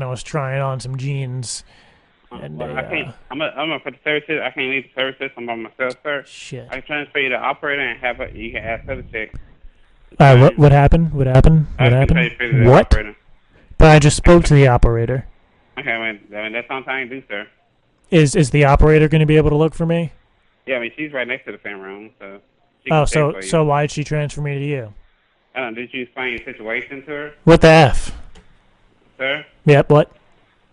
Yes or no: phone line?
yes